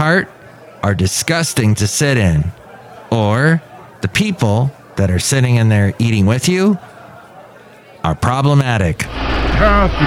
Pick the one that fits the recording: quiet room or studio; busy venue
busy venue